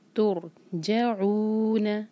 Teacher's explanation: یہاں را ساکن سے پہلے دمہ ہے تا پر، تو ہم را کو ہیوی پڑھیں گے. تر منہ بھر کر ترجعون.